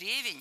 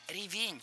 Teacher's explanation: Начальная форма не ревень, а ревень. Ударение в этом слове падает на второй слог. · Shown in: second take